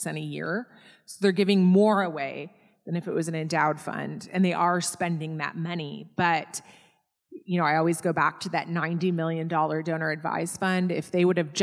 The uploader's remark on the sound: This episode was recorded live in front of an audience and may vary in sound.